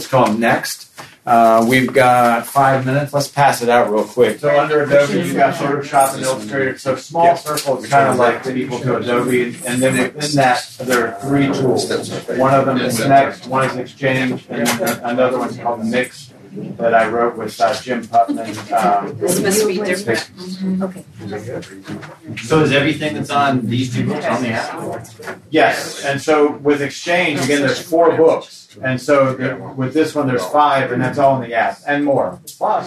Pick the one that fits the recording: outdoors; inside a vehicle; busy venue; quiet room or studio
busy venue